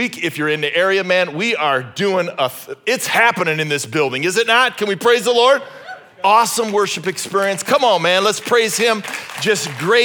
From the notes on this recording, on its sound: originally preached at Highpoint Church on Sunday, May 7, 2023